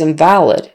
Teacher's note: So syllable stress is on the second instead of the first, and the vowel's a little different. Noun, invalid.